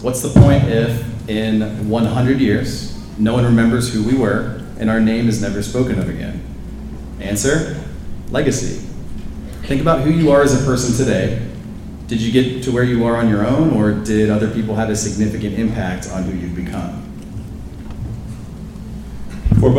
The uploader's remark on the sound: The keynote speech at the Freedom Area High School 2018 Commencement ceremony. Recorded live at Freedom Area High School.